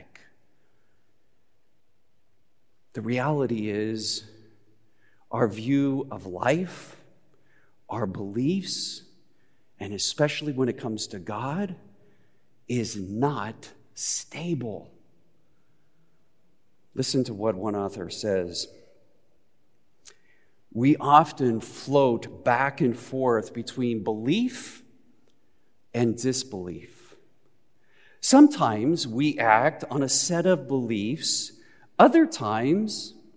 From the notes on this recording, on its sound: Recorded live at Beatitudes Church in Phoenix, AZ